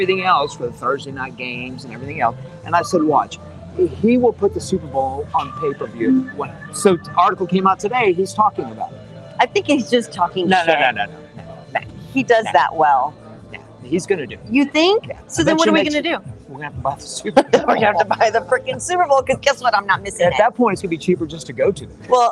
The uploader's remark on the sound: Live from The Hollow